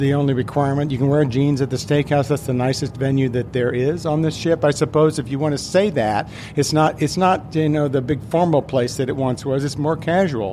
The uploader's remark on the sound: Carnival Horizon Live Broadcast. We are broadcasting straight from Carnival Cruise Line's newest ship, Carnival Horizon.